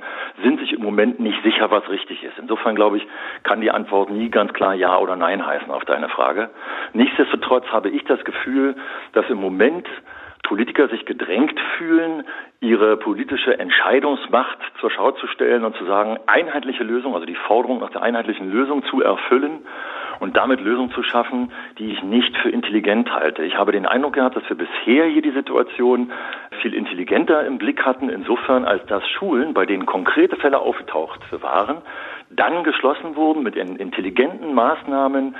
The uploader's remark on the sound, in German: Im Inforadio (rbb) per Telefon ein Interview.